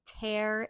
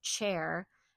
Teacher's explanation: So this child says the T sound instead of a CH